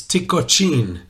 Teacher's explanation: I think the accent is on the second syllable